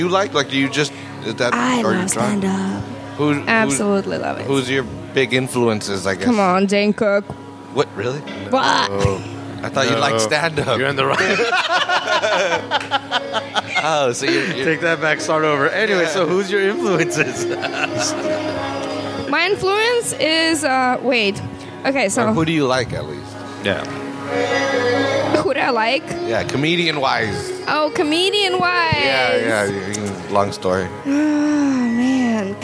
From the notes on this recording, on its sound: we play a segment we recorded last month at the open mic held at the Press Club in Seaside